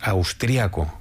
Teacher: En España normalmente decimos austriaco, con el acento prosódico en la segunda A